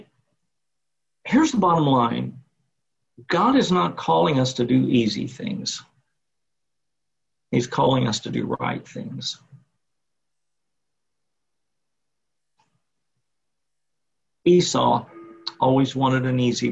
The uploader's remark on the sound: Sunday morning service via Zoom